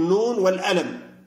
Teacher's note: المصريين مثلا يحولون القاف ألف همزة